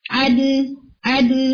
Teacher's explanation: نون کی ساؤنڈ تھوڑی دیر آپ کو سنائی دیتی ہے نا. یہ جو رننگ ہے یہ شدہ لیٹرز میں پریزنٹ نہیں ہوتی.